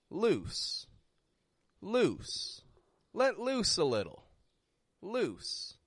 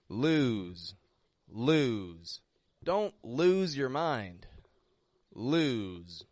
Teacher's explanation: They are both technically the same vowel sound, but as you can hear, one is longer than the other. · Whereas loose, loose, is very quick in the vowel. And it goes straight into an S.